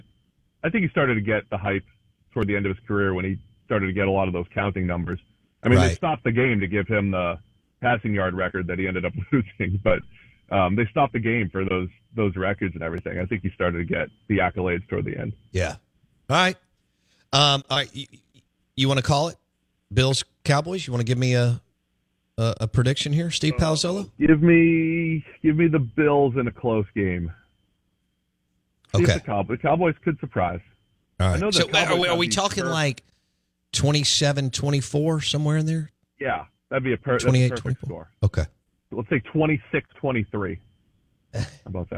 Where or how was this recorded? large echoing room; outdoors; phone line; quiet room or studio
phone line